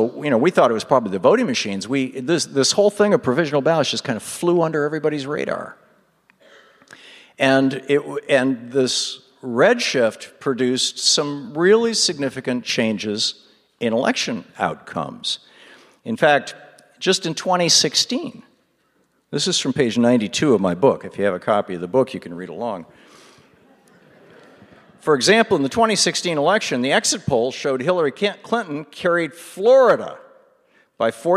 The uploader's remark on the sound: Presented by Town Hall Seattle . Recorded live in The Great Hall.